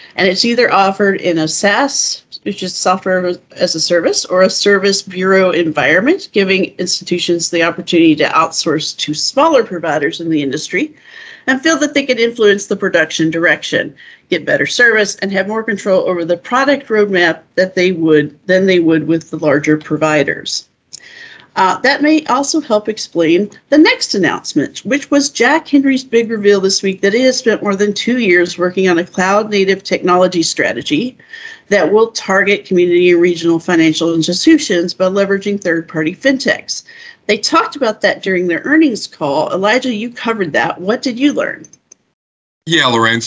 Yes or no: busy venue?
no